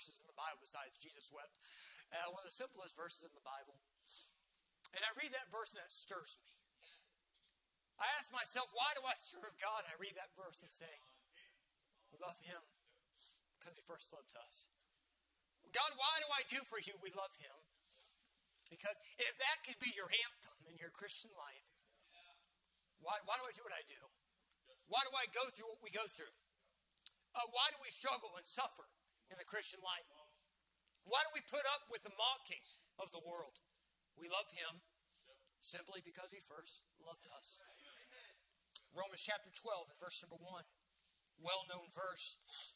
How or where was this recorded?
large echoing room